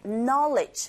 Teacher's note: 끝발음에 강세 주지 마시고 knowledge, 널리지 아니에요.